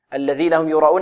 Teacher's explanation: لماذا لاتصال الهمزة بحرف المد في كلمة واحدة ولماذا يسمى واجبا مد واجب لوجوب مده أكثر من حركتين الذين هم يراءون أربع حركات الذين هم يراءون الهمزة مرققة ولا